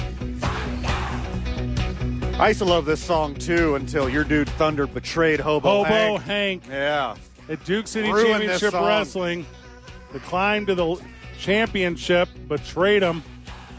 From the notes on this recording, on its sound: live at Rio Rancho Event Center!